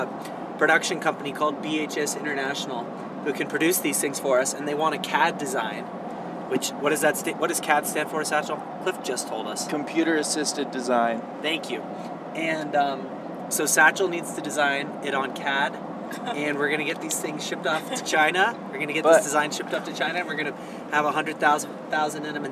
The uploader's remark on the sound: This episode was recorded in the spring of the 22/23 season while driving up to Vail. You'll feel like you're right there in the car with us.